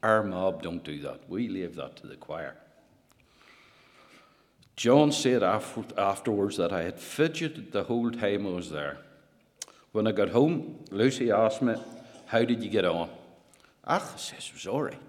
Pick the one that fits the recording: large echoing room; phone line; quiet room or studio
large echoing room